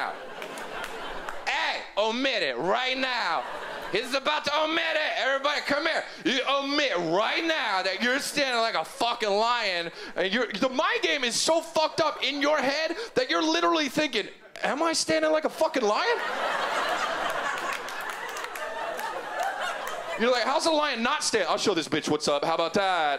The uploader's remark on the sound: brings his silly observations to the 2011 Just for Laughs Festival in Montreal